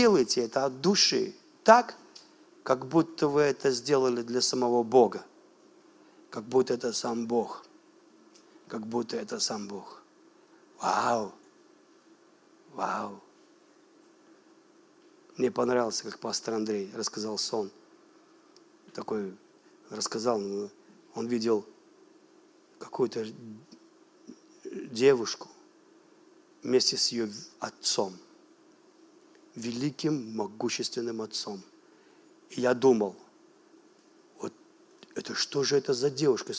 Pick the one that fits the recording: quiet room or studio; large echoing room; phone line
large echoing room